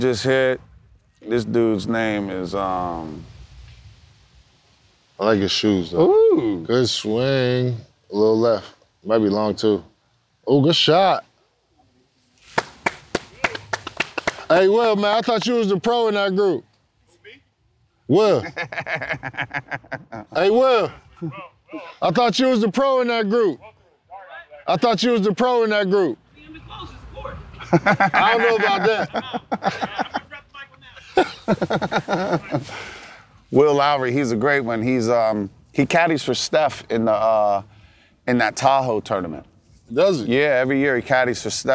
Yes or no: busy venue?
yes